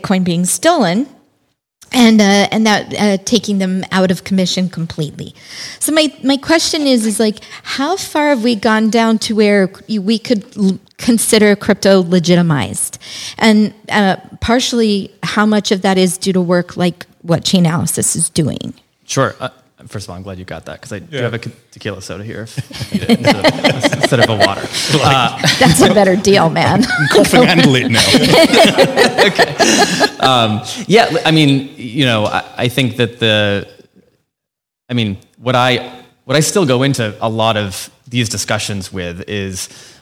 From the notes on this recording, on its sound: Chainalysis and Cross River invited us to host a LIVE podcast conversation at the launch party for their new partnership.